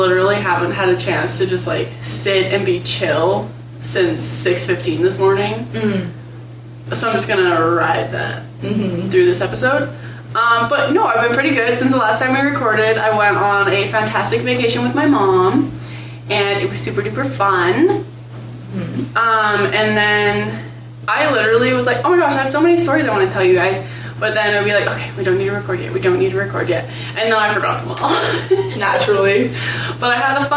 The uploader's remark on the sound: The audio for this episode is not great. We had a bit of a mix up with recording and it turns out the mics were not on...Oops! If you are willing to look past the audio quality.